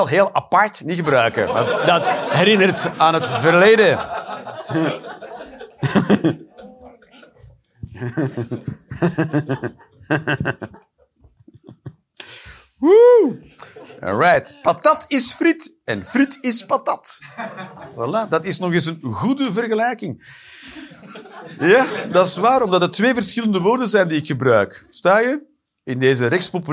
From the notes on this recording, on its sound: Live 11 November 2023, Club Haug, Rotterdam